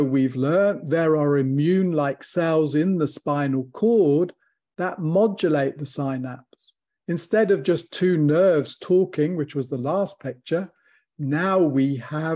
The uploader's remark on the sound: From the archives, audio from webinar